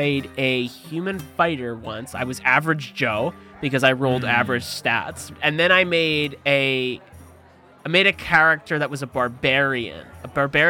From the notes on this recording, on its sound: At the UCM’s Dungeons, Drive-ins, and Dives D&D festival. In full cosplay.